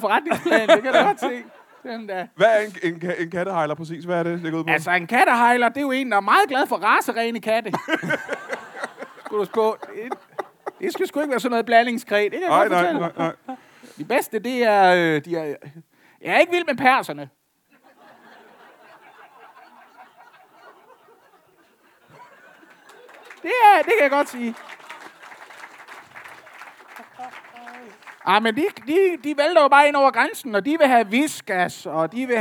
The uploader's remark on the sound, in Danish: LIVE fra Randers